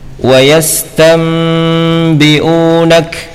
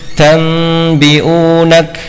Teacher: Nun sukun atau tanwin bertemu dengan huruf ba, maka nun sukun, ya, diganti dengan mim, ya. Ini adalah bacaan iqlab, ya.